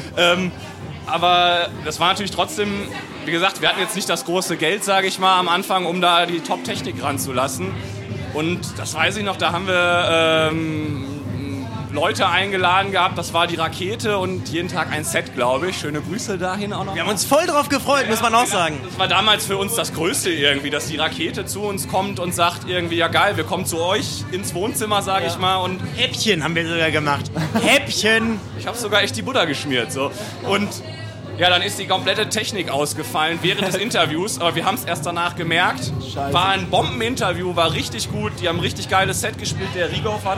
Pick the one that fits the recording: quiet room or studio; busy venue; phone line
busy venue